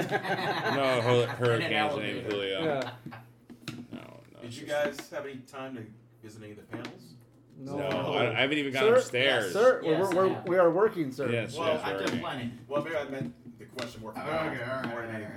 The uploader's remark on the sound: Live from San Diego Comic Con 2022!